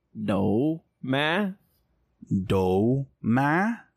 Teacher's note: So like falling tone on the do